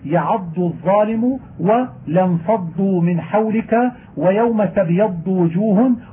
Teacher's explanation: التشابه والألفاظ في الضاد والظاء، فيجب أن يتبين الضاد من الظاء. وإذا كانت الضاد مشددة وجب أن يتأكد فيها البيان لتكرر الإطباق والاستعلاء والجهر